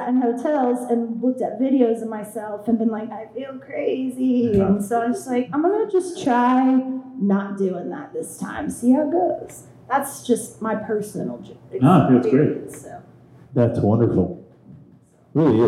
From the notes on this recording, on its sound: Recorded Thursday, December 15th at Vinyl Tap in East Nashville